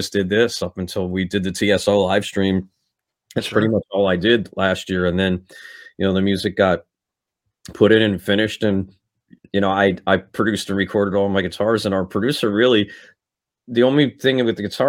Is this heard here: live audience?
no